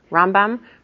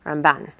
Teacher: Rambam, we emphasize the first part of the name. And Ramban, it's the second part of the name. So that even if you don't hear the N or the M in it, you'll know by the accent, Rambam, Ramban.